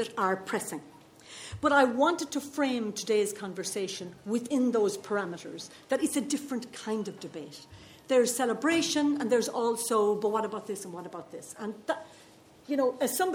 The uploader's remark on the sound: Recorded live at the 2019 Galway Film Fleadh.